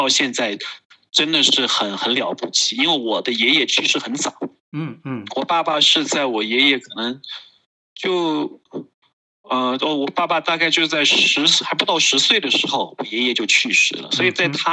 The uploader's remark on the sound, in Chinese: 錄音地點】台灣新竹、雲南昆明